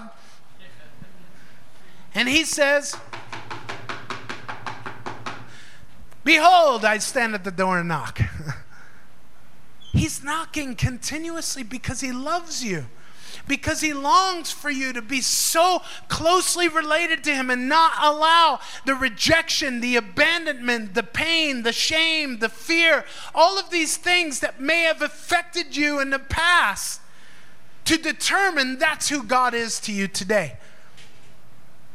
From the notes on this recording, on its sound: Recorded live in FIRE School of Ministry in Davao City, Philippines.